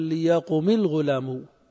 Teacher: وهذا معنى قول الحريري وإن تلاه ألف أو لام فاكسر وقل ليقم الغلام، ليقم الغلام، ليقم آخره ساكن، الميم ساكنة، ليقم الغلام مبدوء بأل، إذن فأوله ساكن، فإذا وصلنا الكلمتين وجب كسر الأول · Term: التقاء الساكنين